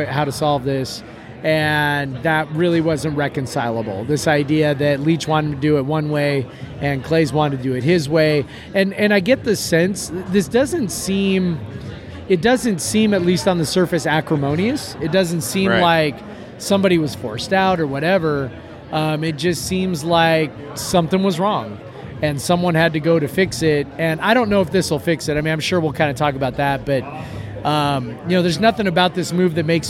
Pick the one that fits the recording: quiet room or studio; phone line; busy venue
busy venue